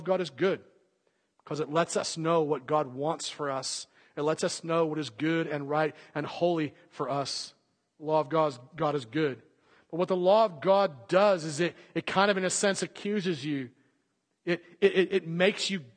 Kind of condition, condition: setting, large echoing room